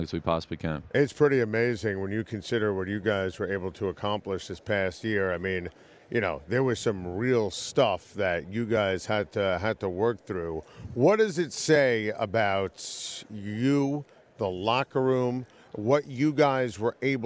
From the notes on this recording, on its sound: live on Radio Row from Los Angeles